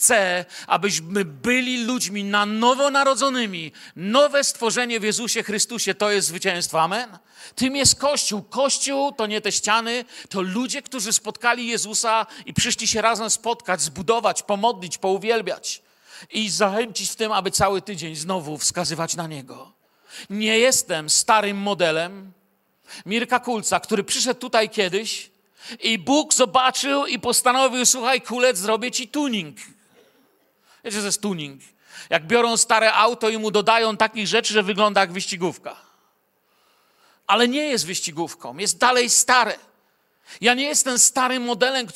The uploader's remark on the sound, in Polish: Wykład nagrano podczas ostatniego w 2023 roku nabożeństwa w Kościele „Filadelfia” Bielsko Biała.